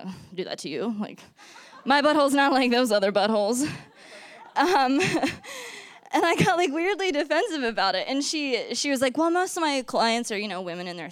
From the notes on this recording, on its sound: Story Slam 2015. For Detours' second live storytelling event, "Story Slam".